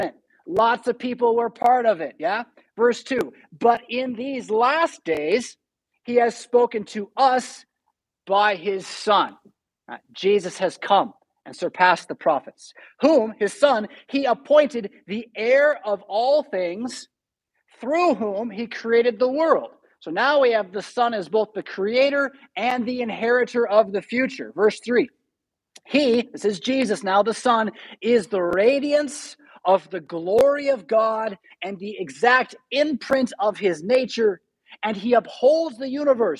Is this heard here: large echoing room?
yes